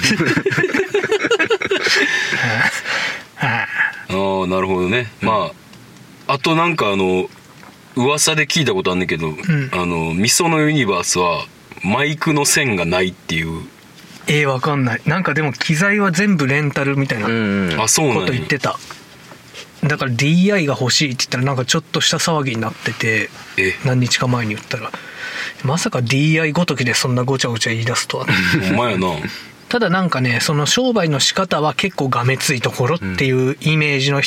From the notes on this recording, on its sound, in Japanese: 三人体制で車内録音